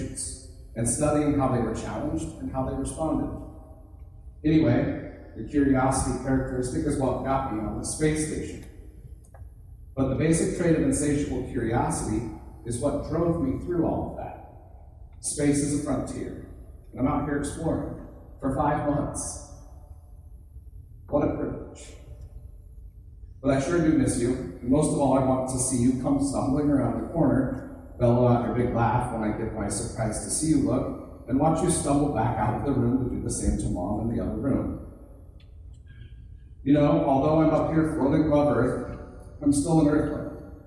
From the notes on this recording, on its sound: Thanks to everyone that came out to the event. In a live setting in front of people.